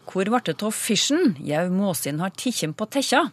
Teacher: alt i hop handler om det vi kaller palatalisering, og her da av såkalte velarer. Det er, det er K, og det er SK.